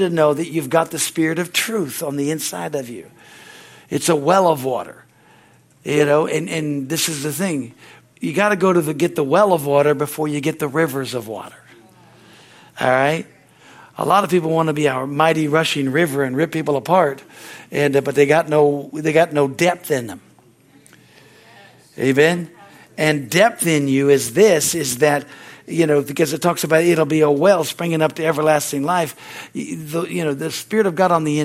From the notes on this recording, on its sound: From the Wednesday service on September 20, 2023 at Harvest Bible Church in Stockton, California. Is from the Wednesday service.